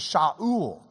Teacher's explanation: Greeks didn't have an SH sound. They can't say Shah anything, much less Shaul.